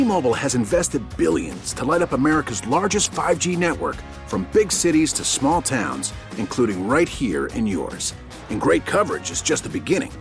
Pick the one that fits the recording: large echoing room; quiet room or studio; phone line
phone line